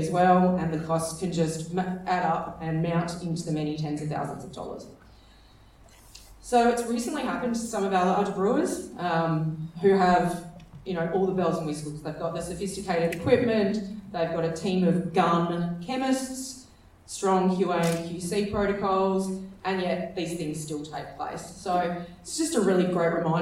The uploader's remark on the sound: This is a special edition of Radio Brews News, live from the West Australian Brewers Association Craft Brewers Conference. We didn’t initially plan to podcast the keynote.